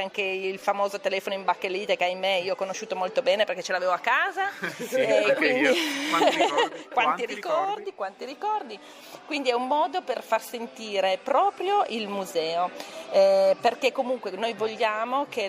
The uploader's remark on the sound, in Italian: Questa puntata è stata registrata direttamente all’interno del museo RAI e include oltre all’ambientazione sonora anche le interviste al personale